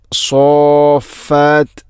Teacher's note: സോഫാത്ത് എന്ന് നല്ല ഷദ്ദ് ചെയ്ത് കൃത്യമായിട്ട് അവിടെ നീട്ടണം · Term: മദ് കലിമി മുസഖൽ